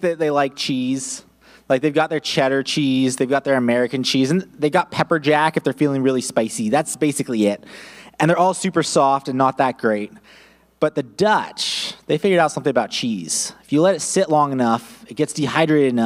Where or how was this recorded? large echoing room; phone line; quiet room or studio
large echoing room